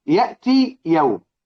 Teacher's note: يبقى يضغم الياء في الياء · Term: إضغام